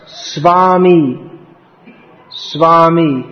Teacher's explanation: What's written as V is pronounced more like a W. So Swami is quite a good pronunciation.